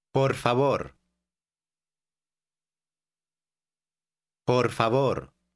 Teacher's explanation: Are you saying those two Spanish R sounds? They are said with the tip of the tongue behind the upper teeth.